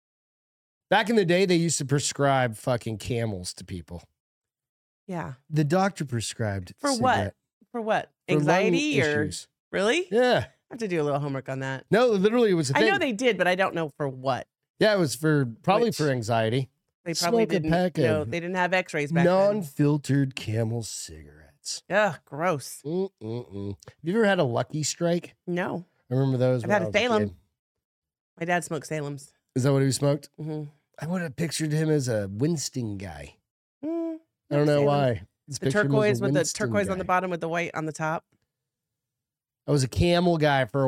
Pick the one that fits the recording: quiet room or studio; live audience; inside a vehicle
quiet room or studio